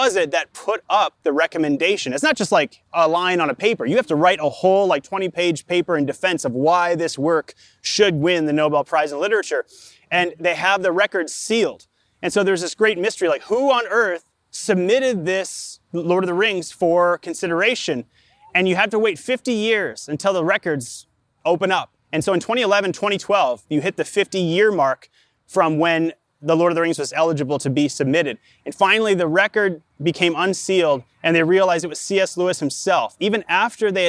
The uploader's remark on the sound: Delivered live in the park, at Capital City Church, in St. Paul, MN.